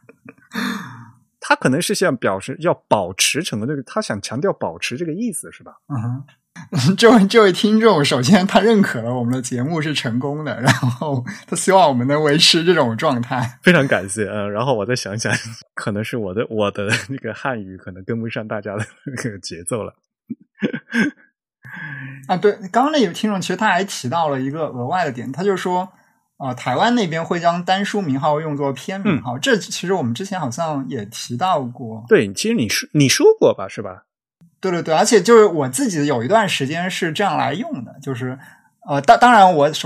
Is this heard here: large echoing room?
no